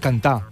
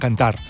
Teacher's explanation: S'escriu amb R final, però no es pronuncia aquesta R. · Shown in: first take · Sí, queda muda. · Term: emmudiment